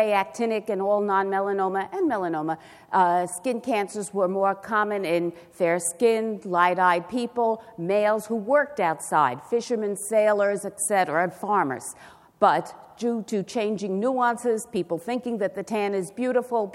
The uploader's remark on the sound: recorded at the 2013 SDPA Fall Conference in Atlanta